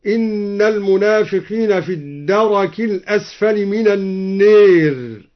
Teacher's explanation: قرأ الدوري بفتح الراء وهو لغة جمع دركة مع إمالة النار